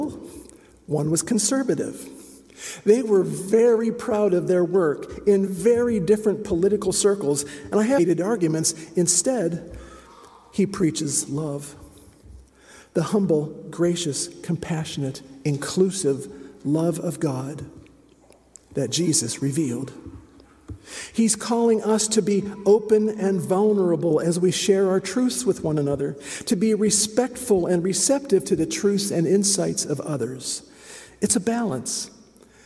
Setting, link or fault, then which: setting, large echoing room